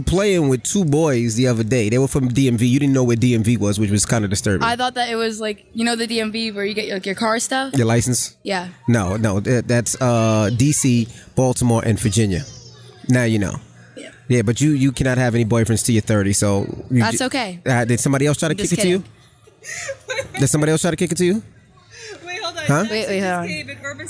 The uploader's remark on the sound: Live From The FontaineBleau